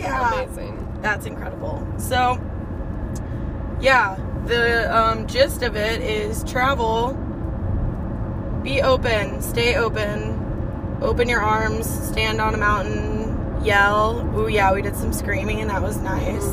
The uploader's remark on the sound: In the car, on our way back to the Phoenix Airport.